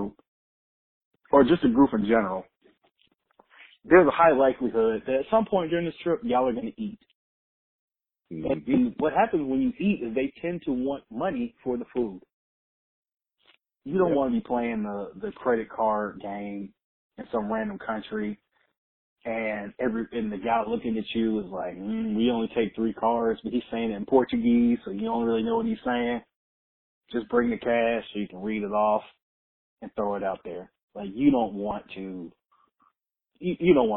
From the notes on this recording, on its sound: An extremely important phone call